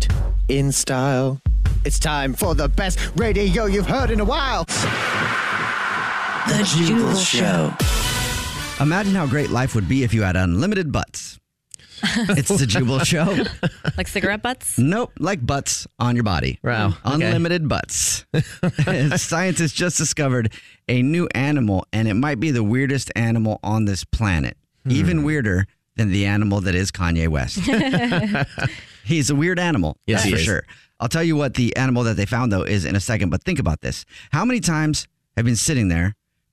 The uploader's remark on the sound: A Phone Prank.